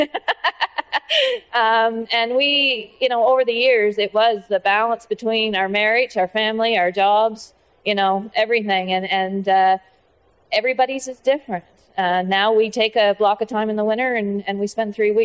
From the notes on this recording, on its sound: LIVE from the CPMA Trade Show Floor. We go back to the Learning Lounge in Montreal.